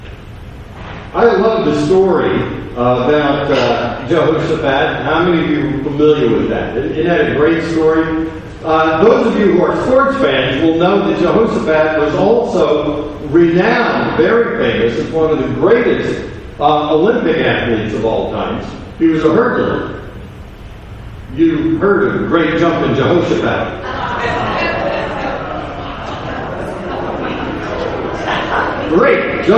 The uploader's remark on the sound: recorded live